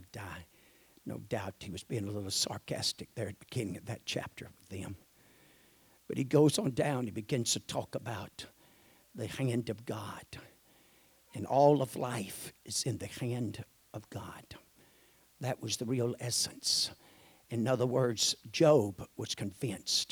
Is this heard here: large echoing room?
yes